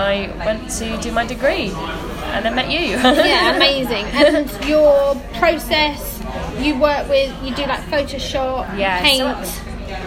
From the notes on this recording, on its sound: This podcast was originally recorded on the 6.12.18 last year in December in a Costa Coffee Shop locally to me so its not completely quiet we have noise in the background but hope you guys can still hear this podcast ok!